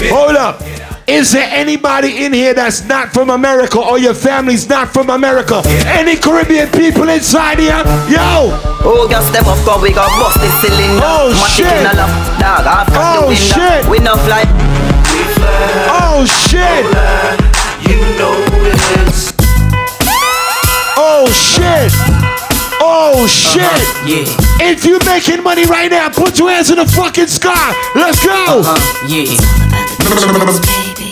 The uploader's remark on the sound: LIvE in VA BEACH. PHOENIX LOUNGE.